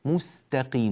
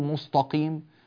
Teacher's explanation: اهدنا الصراط المستقيم، المستقيم رقيق التاء، مستقيم، ولا نقول مستقيم فتصير السين صادا والتاء طاء · Shown in: second take